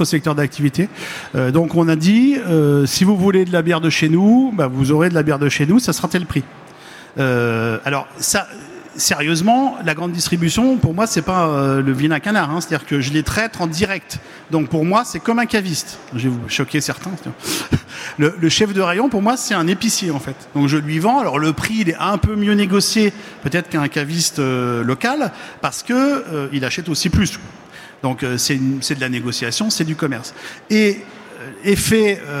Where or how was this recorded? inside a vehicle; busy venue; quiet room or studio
busy venue